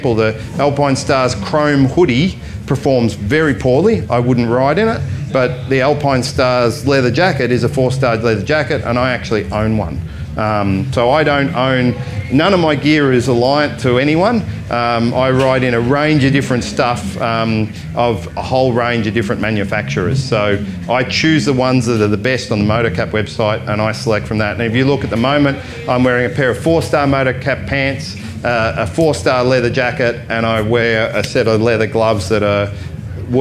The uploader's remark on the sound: This talk was recorded live in The Lounge, at Shiny Side Up Kapiti 2020.